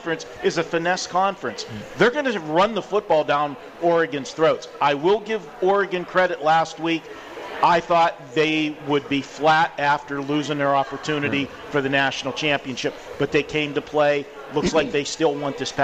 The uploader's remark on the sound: Live from The Cosmopolitan of Las Vegas